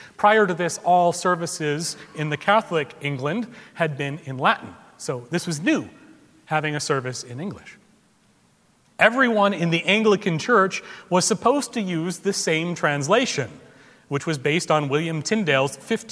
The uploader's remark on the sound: Recorded February 19, 2017 at Trinity Presbyterian Church in Bixby, Okla.